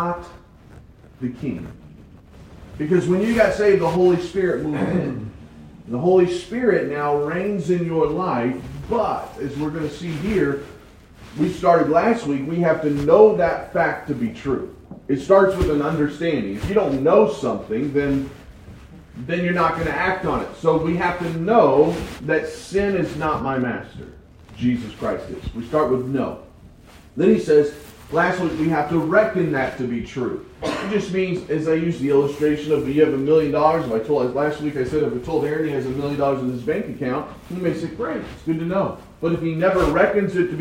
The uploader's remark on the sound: I noticed some technical difficulties with the sound. Sorry for the bad quality!